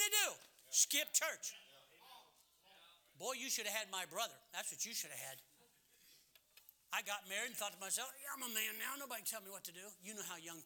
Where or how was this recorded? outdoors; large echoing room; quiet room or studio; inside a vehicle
large echoing room